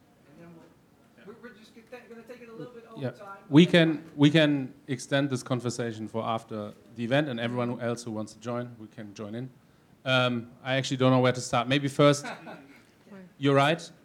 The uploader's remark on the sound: Questions from Gig Workers session at 'Reshaping Work in the Platform Economy conference.